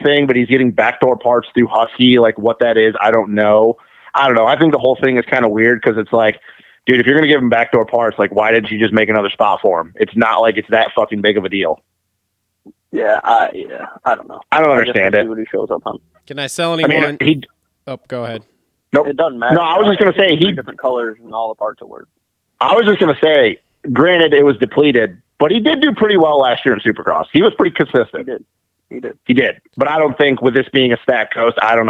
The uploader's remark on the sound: get on the phone